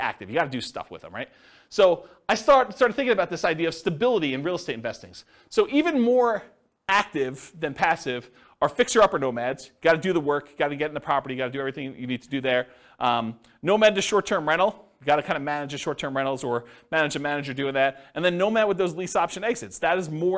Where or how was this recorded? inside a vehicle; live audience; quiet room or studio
live audience